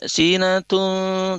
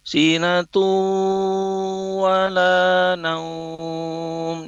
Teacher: Jadi tidak sinatun, tidak bunyi huruf nunnya, bunyi huruf nunnya itu lebur masuk ke huruf wau · Shown in: second take · Jadi sinatu wala naum, ya ditahan sebentar selama dua harokat atau tiga ketukan. · Term: idgham bighunnah